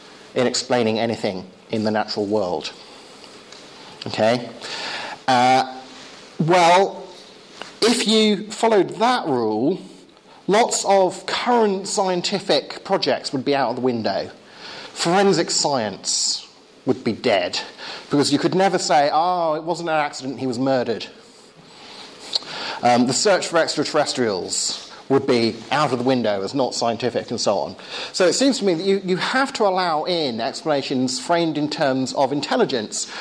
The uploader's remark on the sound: Talk with Q&A at Hesketh Bank Christian Centre, May 2011.